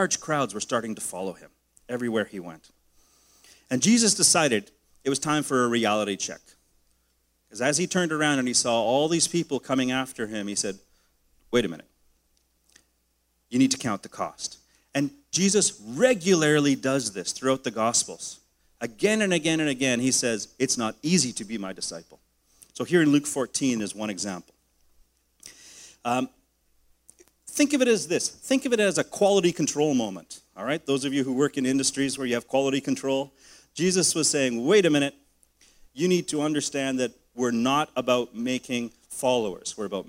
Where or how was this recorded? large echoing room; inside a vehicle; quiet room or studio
large echoing room